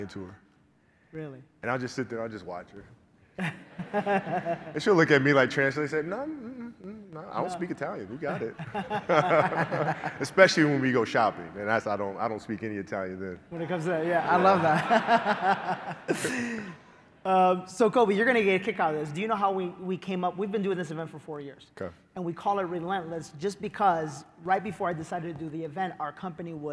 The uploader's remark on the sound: The Full Interview and Q&A from Relentless 2019. Q and A session with the audience.